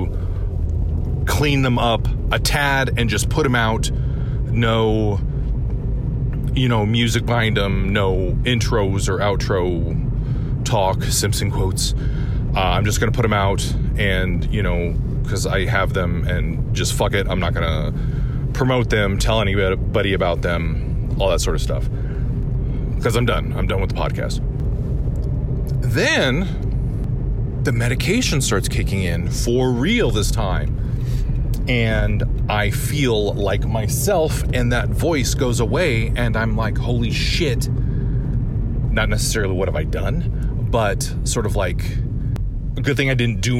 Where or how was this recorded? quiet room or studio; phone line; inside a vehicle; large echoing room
inside a vehicle